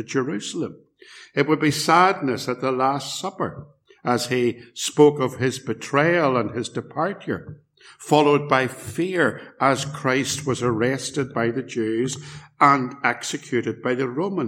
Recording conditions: large echoing room